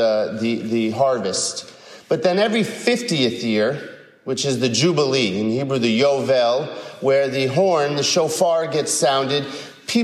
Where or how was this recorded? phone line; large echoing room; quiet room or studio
large echoing room